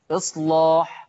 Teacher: تغليظ اللام إصلاح، لأن هذه اللام مفتوحة ومسبوقة بصاد ساكنة